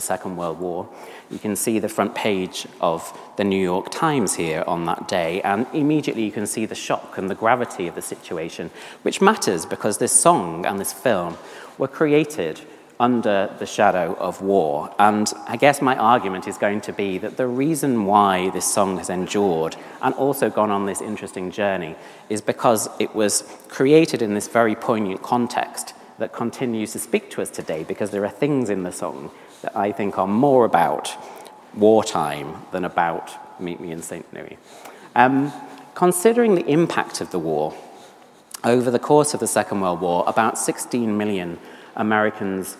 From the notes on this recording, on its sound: on 6th December 2023 at St Paul's Church, Covent Garden, London.